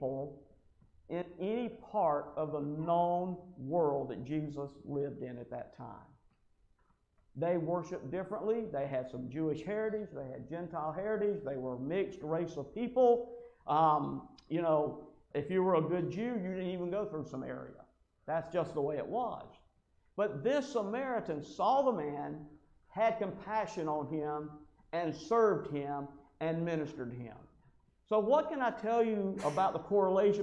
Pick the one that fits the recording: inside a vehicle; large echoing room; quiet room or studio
large echoing room